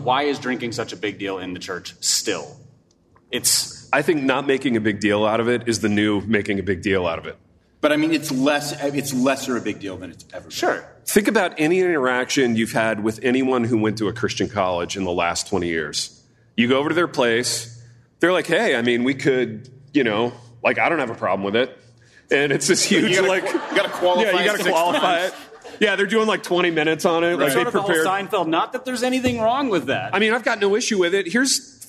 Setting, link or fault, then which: setting, live audience